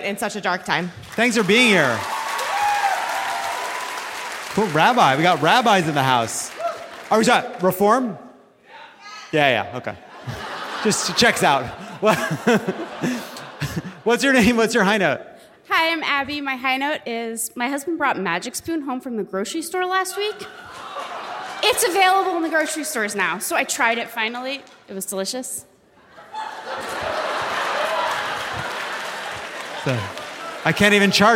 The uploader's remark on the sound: Live from DC!